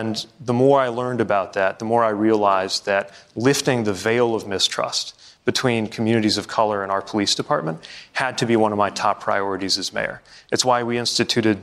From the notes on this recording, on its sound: questions from students and young New Hampshire Democrats during a live town hall